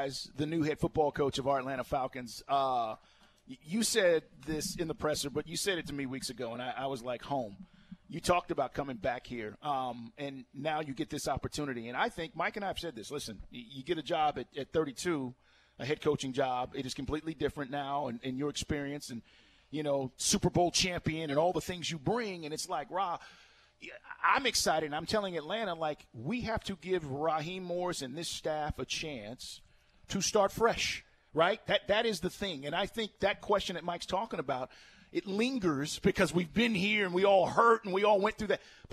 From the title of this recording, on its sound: LIVE from Mercedes-Benz Stadium